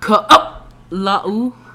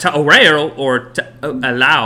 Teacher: they don't have a T sound. They have a K instead. · Shown in: first take